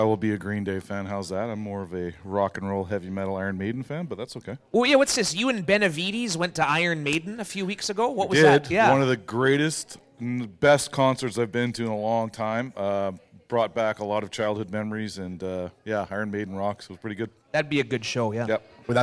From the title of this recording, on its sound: Live From Lions Den In Hamilton